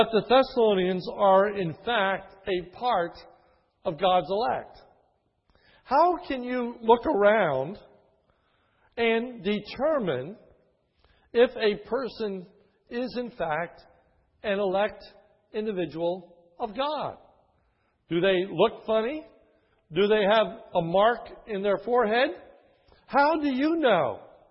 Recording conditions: large echoing room